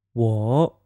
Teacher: You can hear that it starts low, dips, and then rises and ends in the middle range. · Term: third tone